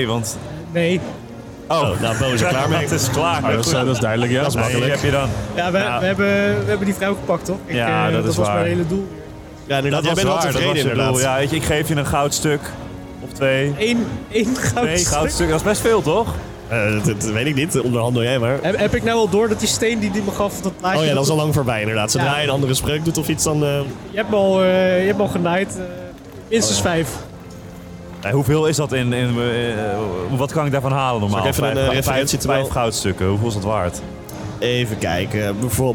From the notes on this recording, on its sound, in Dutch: Ongeplande Avonturen stond 18 en 19 november op Dutch Comic Con! Daar deden we een live show met publiek.